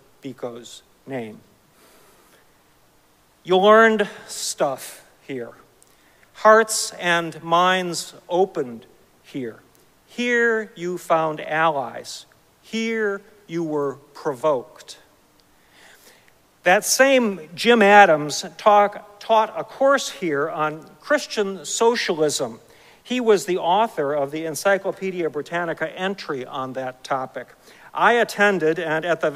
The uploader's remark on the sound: Recorded live at Arlington Street Church